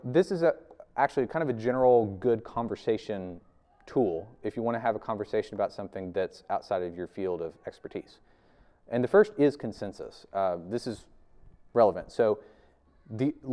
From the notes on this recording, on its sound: This video is from our 2021 Spring lecture series